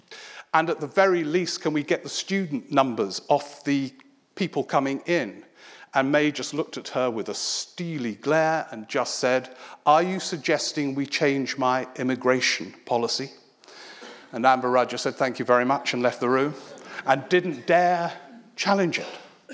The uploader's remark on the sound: A recording of a recent one man show at Kings Place, London